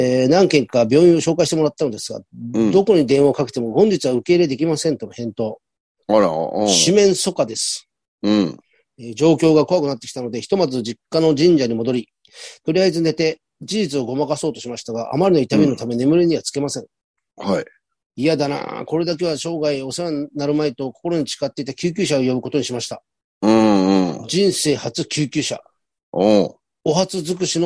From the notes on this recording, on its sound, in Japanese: ZOOMで収録